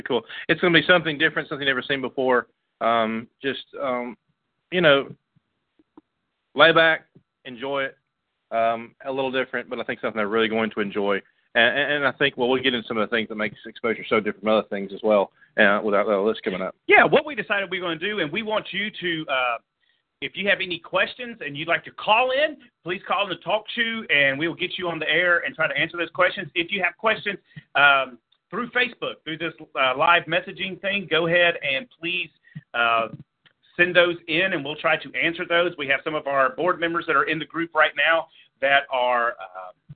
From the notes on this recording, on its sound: The Exposure Youth Camp call in show